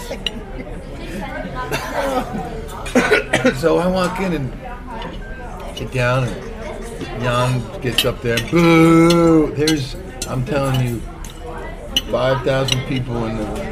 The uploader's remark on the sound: Recorded over dinner in NYC.